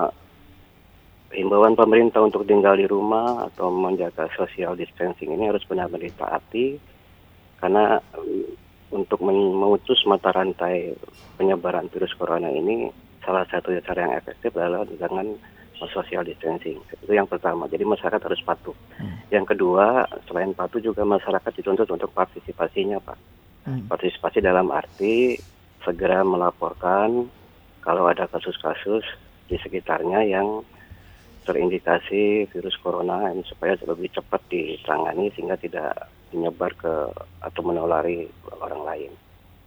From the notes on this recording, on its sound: by Phone